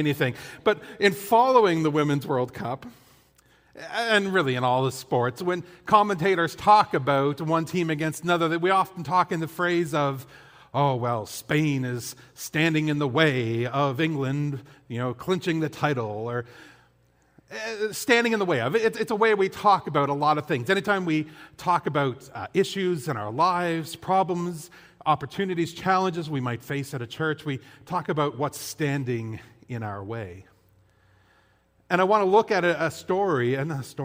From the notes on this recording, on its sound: This audio was taken from the August 20, 2023 worship service at FBC Charlottetown.